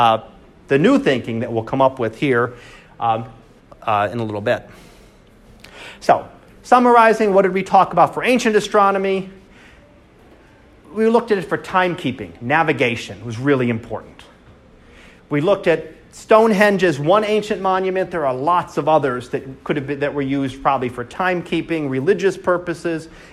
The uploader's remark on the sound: Live Class Lecture